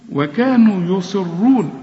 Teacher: الصاد هنا آخر درجات التفخيم